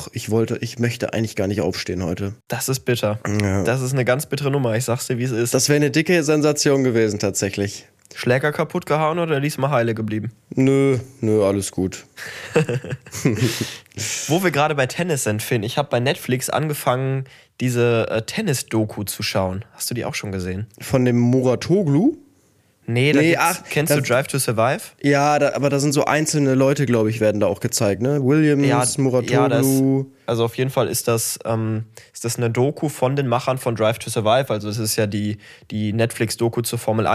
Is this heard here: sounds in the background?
no